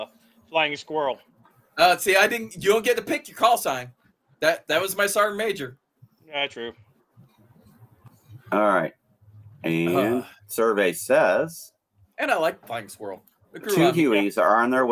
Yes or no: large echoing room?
no